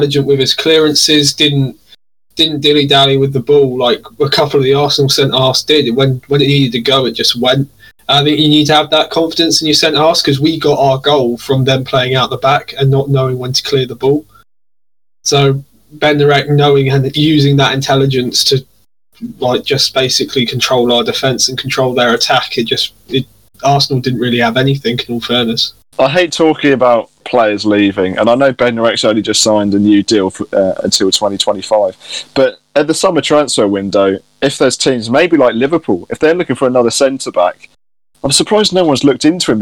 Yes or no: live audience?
no